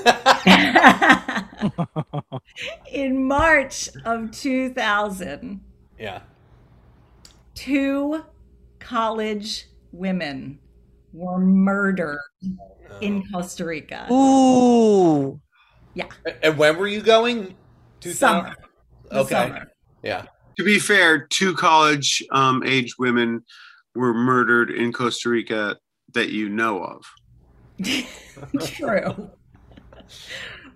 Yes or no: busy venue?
no